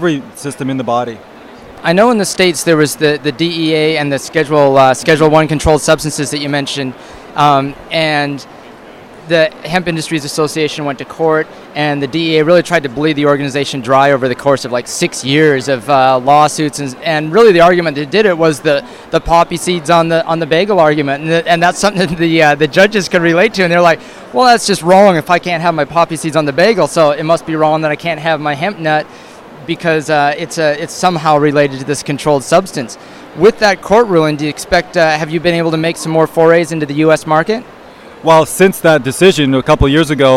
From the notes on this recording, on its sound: At the Wellness Show at Vancouver&#8217;s Canada Place on February 4th. At the Wellness Show at Vancouver’s Canada Place on February 4th.